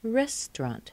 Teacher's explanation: The AU between the T and the R is not there.